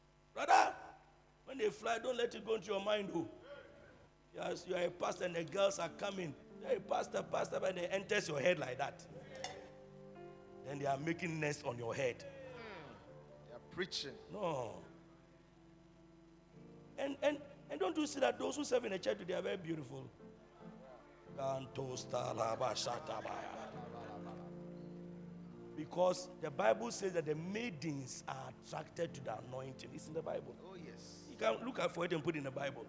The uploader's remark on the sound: Preached at the Truth Cathedral, Loyalty House International